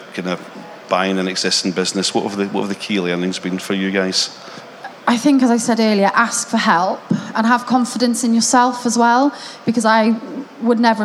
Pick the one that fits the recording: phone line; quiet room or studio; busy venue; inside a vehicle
busy venue